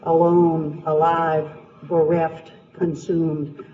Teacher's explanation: Iambic, you know, is the two syllables, and it's the second one that's stressed.